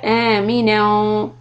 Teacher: stretch the hamza alif. This is called mad badal. It's two harakat.